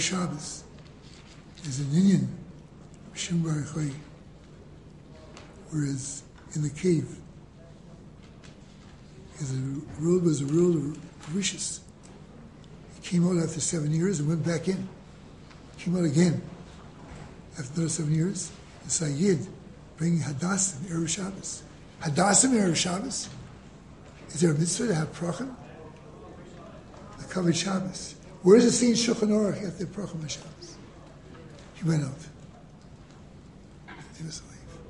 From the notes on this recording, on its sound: Delivered in the Glueck Beis Medrish